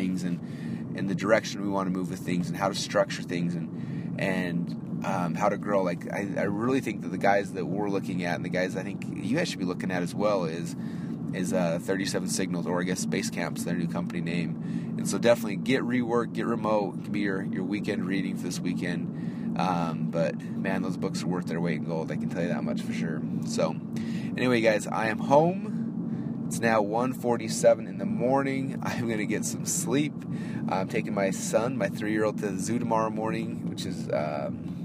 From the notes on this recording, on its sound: A very late-night “Marketing in Your Car”. Now I am driving back home to go get some sleep.